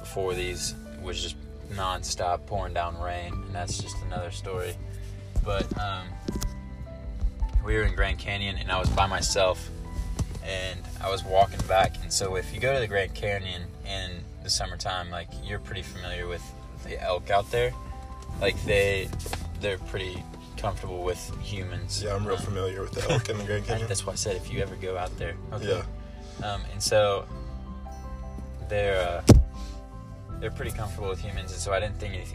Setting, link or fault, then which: setting, inside a vehicle